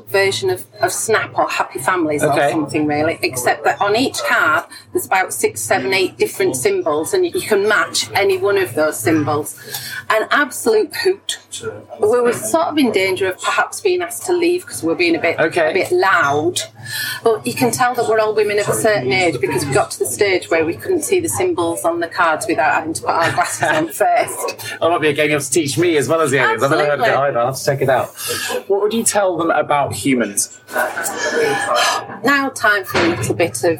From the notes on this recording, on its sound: Recorded live after the recent CIPP annual Excellent Conference and Awards in Birmingham at the Hilton Metropole (so please excuse the background noise).